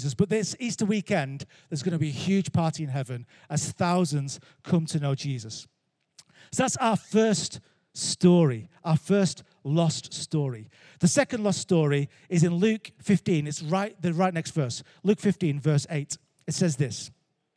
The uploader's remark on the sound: Recorded Live at Life Church Lancashire